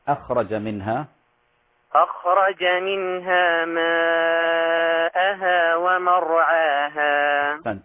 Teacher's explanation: نحذر من تفخيم الهمزة لمجاورتها الخاء من حروف التفخيم